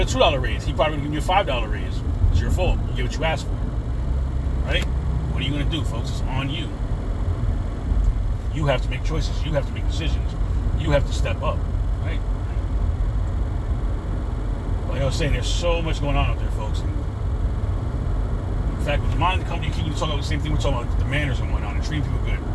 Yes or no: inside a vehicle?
yes